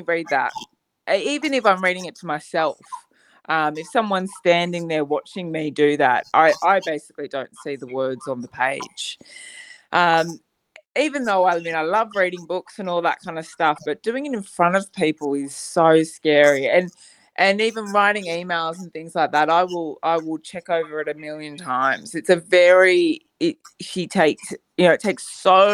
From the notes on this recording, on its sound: This recording is a little glitchy. It’s also imperfect.